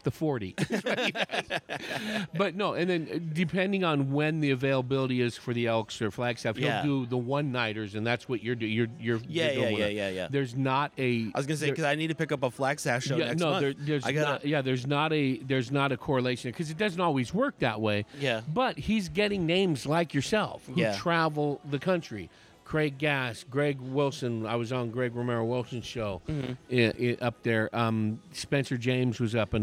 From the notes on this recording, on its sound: Today’s show was recorded at Sagebrush Coffee in Chandler, AZ. Today’s show was recorded at Sagebrush Coffee in Chandler, AZ.